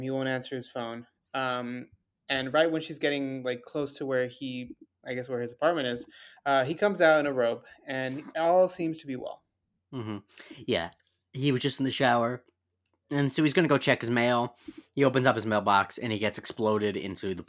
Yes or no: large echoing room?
no